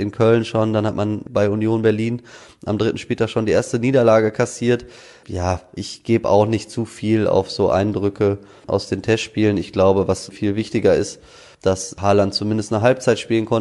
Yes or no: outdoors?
no